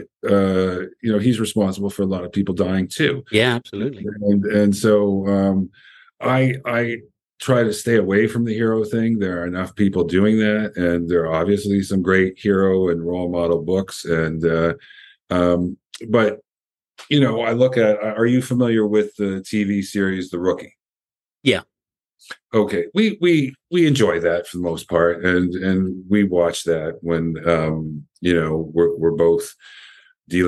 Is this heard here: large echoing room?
no